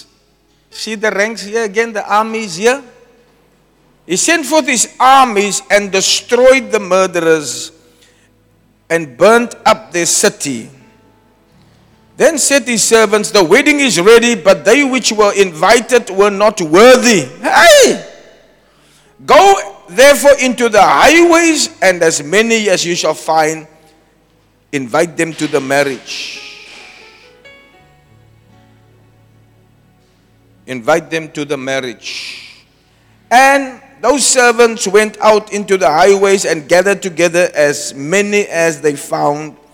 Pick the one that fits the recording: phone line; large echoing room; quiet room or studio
large echoing room